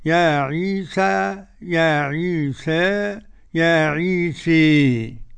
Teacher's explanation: يعني فيها الفتح والتقليل والإمالة